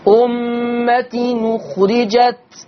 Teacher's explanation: أمة أخرجت هعمل النقل، يعني هاخد الضمة اللي على الهمزة واروح بها على التنوين نون التنوين فتنطق نون مضمومة